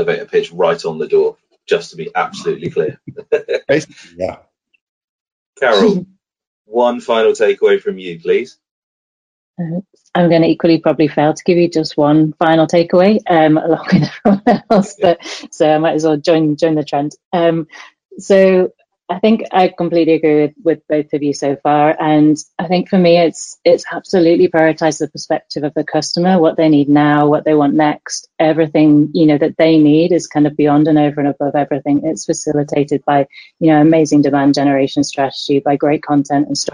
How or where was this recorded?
video call